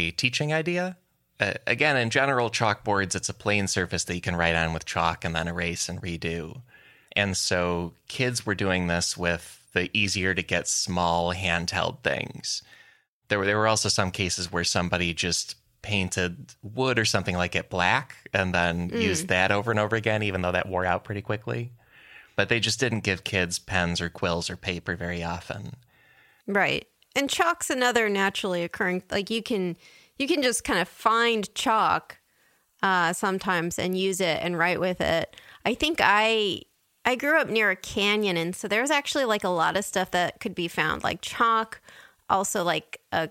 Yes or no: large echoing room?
no